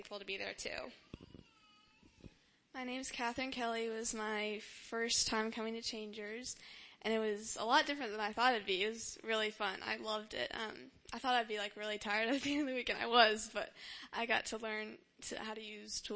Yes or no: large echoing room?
yes